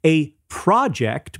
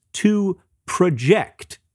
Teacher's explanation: When these words are multisyllabic, often but not always, because God knows nothing is always in English, the noun has the stress on the first syllable and the verb has the stress on the second syllable. For example, a project becomes to project.